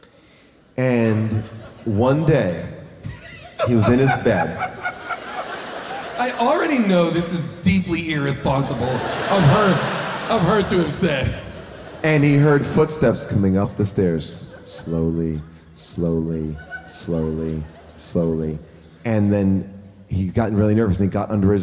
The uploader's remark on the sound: Live from The Chicago Theater